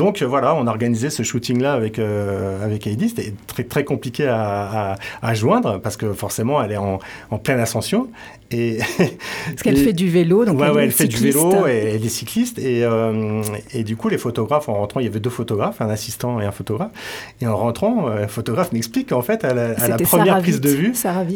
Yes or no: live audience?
no